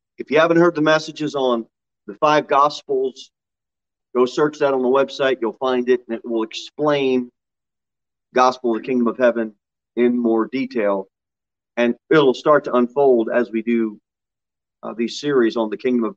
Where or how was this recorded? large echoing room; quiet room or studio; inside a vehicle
large echoing room